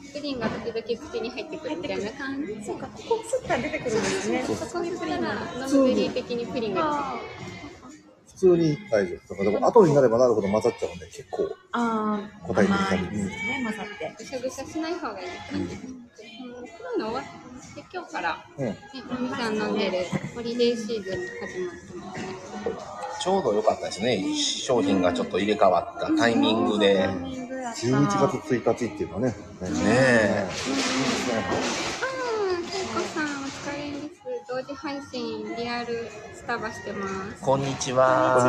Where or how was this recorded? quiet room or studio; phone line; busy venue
busy venue